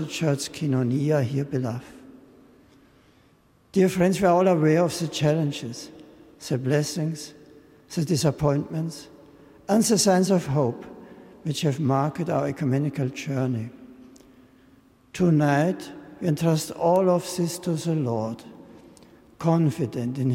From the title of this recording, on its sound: an Evensong service in Westminster Abbey